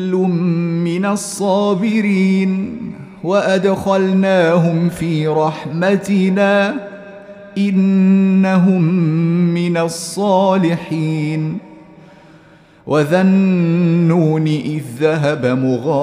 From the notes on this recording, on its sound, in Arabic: مسجل من صلاة التراويح بمسجد السلام بحي مشرفة بجدة.